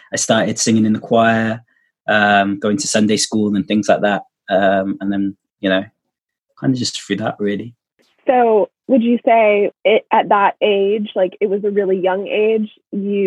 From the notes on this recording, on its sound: Wales is currently in a national lockdown and we've had to go back to recording on Zoom, which means audio quality leaves a lot to be desired.